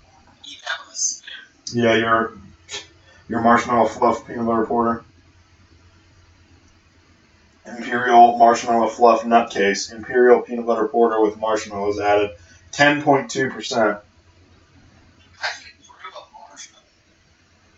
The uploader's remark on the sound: The One With the Terrible Audio